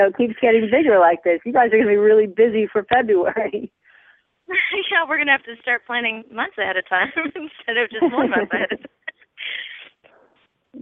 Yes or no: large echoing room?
no